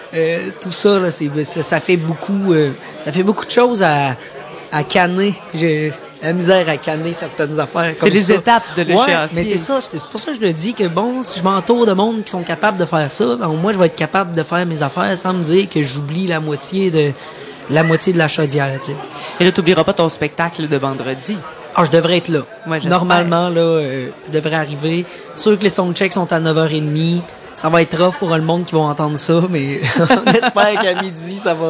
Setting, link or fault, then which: setting, busy venue